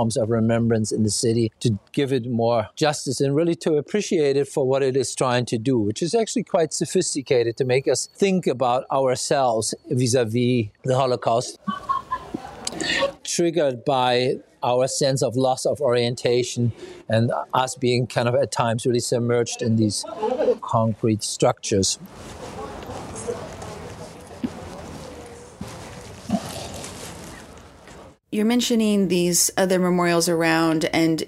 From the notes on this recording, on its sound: Walking tour of three memorials in Berlin. This auditory experience captures the sound of the present-day cityscape with its traffic and tourist chatter.